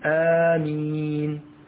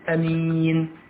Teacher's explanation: تقول آمين تمد كم حركة حركتين أو تقول أمين بالقصر ليست بالمد وجهان يعني لغتان. · Term: المد والقصر